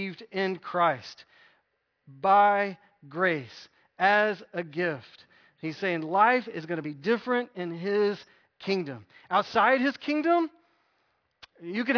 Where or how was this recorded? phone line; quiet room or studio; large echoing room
large echoing room